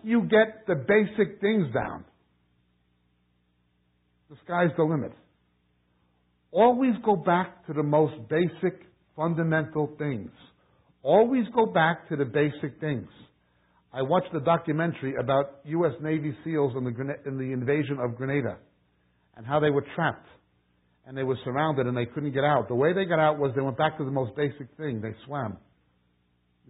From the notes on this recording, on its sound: We apologize for the sound quality. This teaching is from the 1990's to 2000's and under less than ideal conditions.